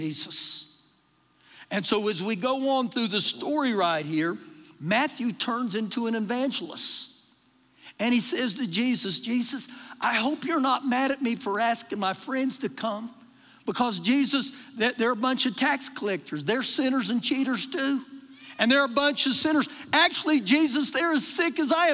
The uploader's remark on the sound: Recorded live during our Wednesday night service